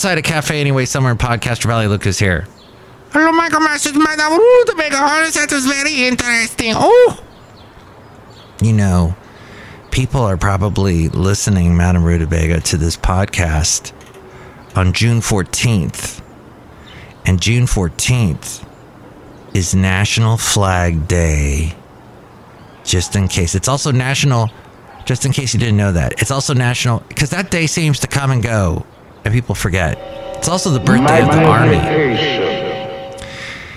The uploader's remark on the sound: podcasts live from Café Anyway